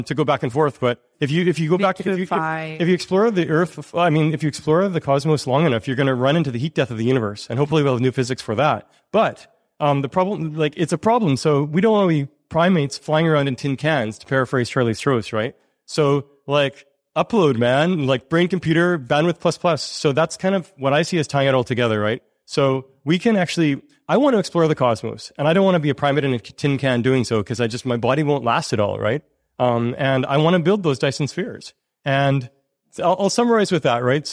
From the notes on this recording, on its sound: This episode that was recorded live at the first ever Foresight gathering in Europe, Berlin.